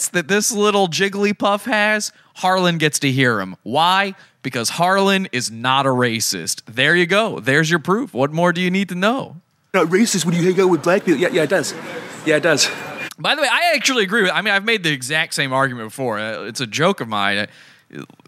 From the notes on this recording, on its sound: Livestreams while walking around downtown Santa Cruz. Theres a few minutes of missing audio as a result, just skip ahead.